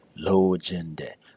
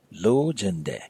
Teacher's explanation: It should be pronounced as lojende, where all your tones are fairly even. · Shown in: first take · Lojende. Don't let it become lojende.